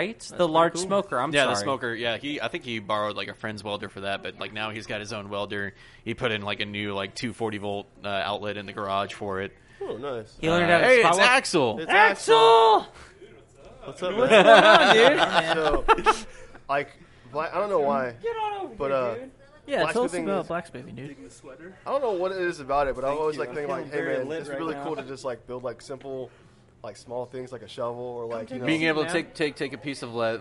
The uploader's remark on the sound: live from Midway Craft House in Denton TX